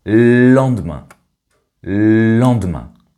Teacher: Le « e » du mot « le » a complètement disparu. Et le « l » du mot « le » est venu se coller au « l » du mot « lendemain ». Ainsi, la lettre « l » est doublée au début du mot.